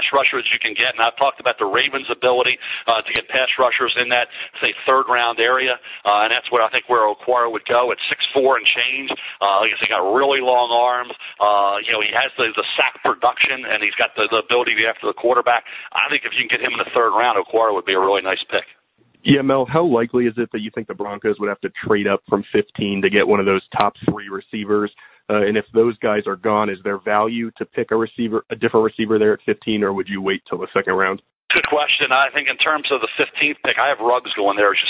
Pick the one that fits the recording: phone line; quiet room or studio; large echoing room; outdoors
phone line